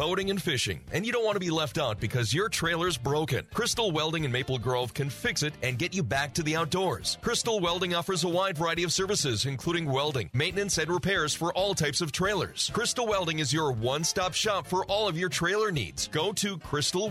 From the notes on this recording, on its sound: The 4 Outdoorsmen: State Fair Special. In this episode we broadcast live from the Minnesota State Fair.